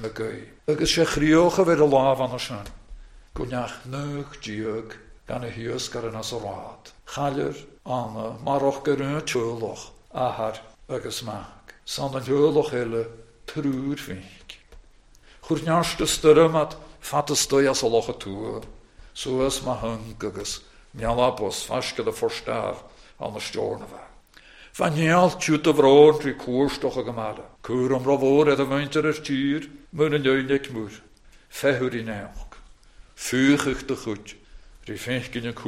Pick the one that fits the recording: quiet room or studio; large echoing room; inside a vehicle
large echoing room